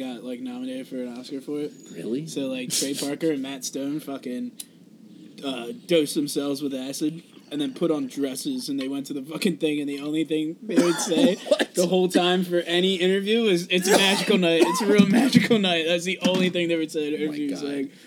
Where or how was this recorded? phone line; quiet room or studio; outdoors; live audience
outdoors